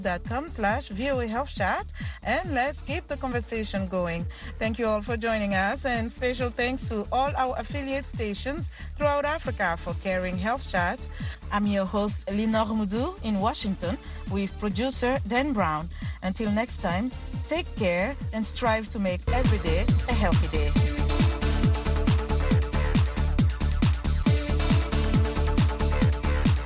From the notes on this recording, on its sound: Health Chat is a live call-in program that addresses health issues of interest to Africa. The show puts listeners directly in touch with guest medical professionals.